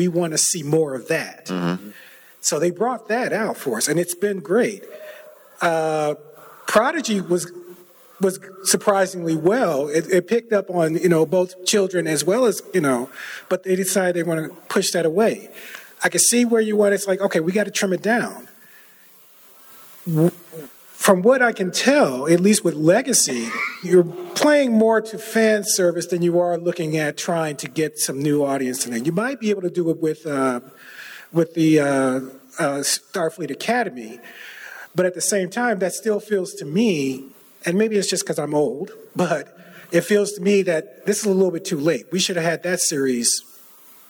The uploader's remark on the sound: This is a special live joint podcast from the 57-Year Mission convention. At Star Trek Las Vegas the two TrekMovie podcasting teams got together for a “State of Star Trek” panel.